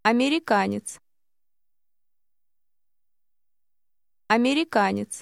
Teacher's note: This word ends with a TS sound, as at the end of the word nets.